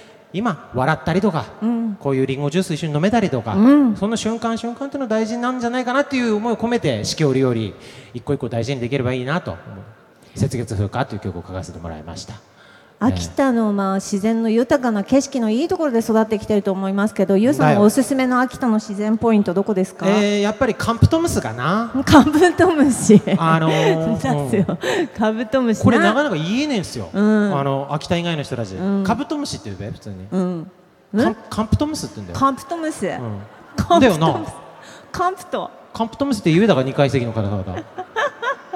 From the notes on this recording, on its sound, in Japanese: 会場ではスタッフを巻き込むハプニング？も…？イオンモール秋田にて行われた公開収録。